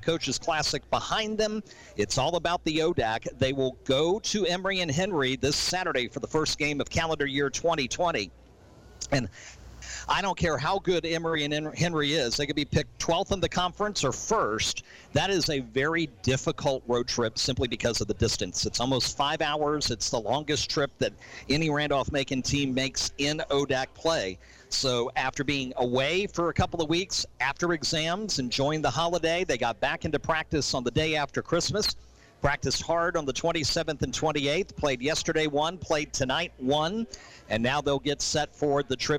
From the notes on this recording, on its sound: Live from Sports Page Grille in Ashland, heard live on 102.9 The Mater.